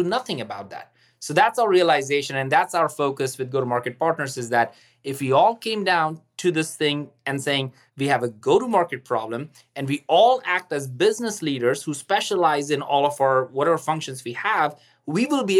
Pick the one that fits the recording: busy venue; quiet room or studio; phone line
quiet room or studio